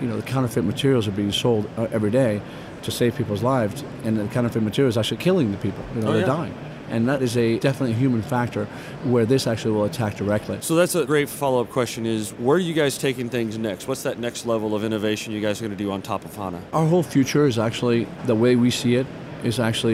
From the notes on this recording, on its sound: Recorded at SAPPHIRE NOW 2016.